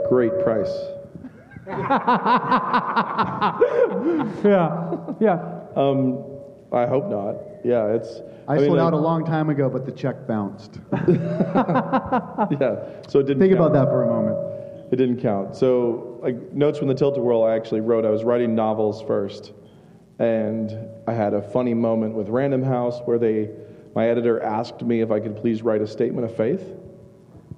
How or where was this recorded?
live audience